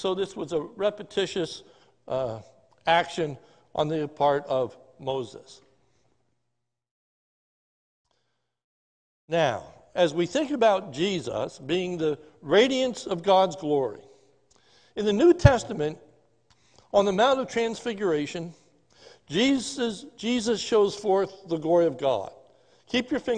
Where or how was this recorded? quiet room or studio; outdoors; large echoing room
large echoing room